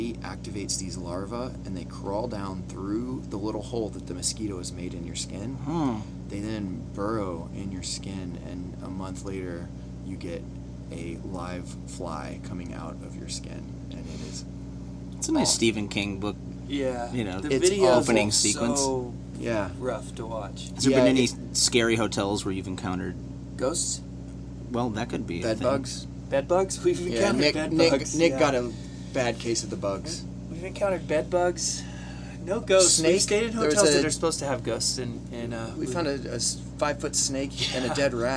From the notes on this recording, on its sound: Sorry for the engine hum. Just sitting on the bus and listening to them weave their stories and songs together.